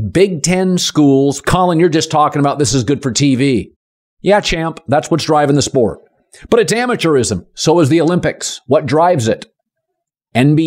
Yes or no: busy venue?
no